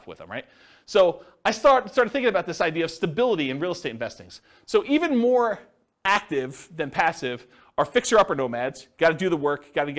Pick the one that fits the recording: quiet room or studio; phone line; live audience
live audience